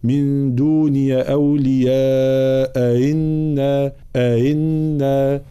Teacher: حال الوصل هنا لنا التقاء همزتين، الهمزة الأولى مفتوحة والهمزة الثانية مكسورة، الهمزتان هنا من كلمتين، فحكم الثاني حال الوصل هو التسهيل، فإذا وصلناها نقول لذلك تلاحظون أن الهمزة هنا أنها في ليست مرسومة أو مضبوطة على شكل همزة أي رأس عين، ولكن على شكل نقطة سوداء كبير وهي علامة على التسهيل، فإذا ابتدأنا بها نحققها.